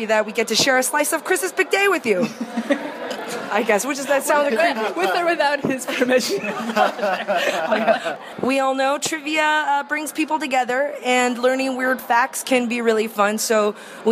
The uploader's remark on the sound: We recorded short segments in secret at the wedding reception as a surprise for him.